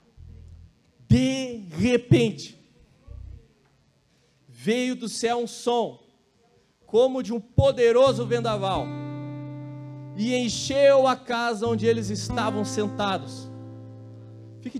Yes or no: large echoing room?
yes